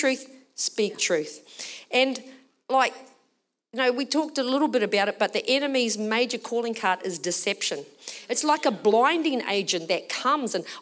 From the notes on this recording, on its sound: Recorded during our Melbourne service on Sunday, the 27th of August 2023.